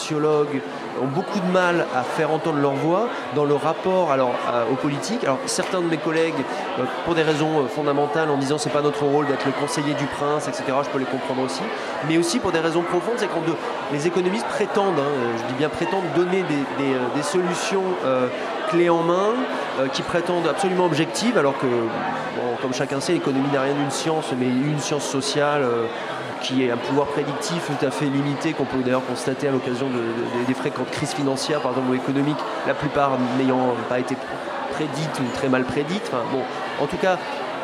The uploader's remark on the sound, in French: Cette émission a été enregistrée en public à la REcyclerie dans le cadre des initiatives de Radio Campus France pour la COP21.